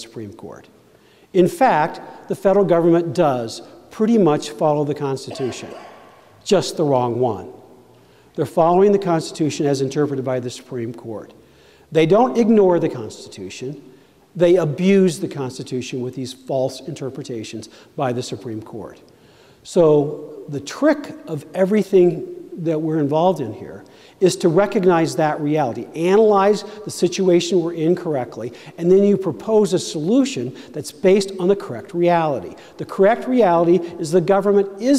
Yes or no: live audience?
yes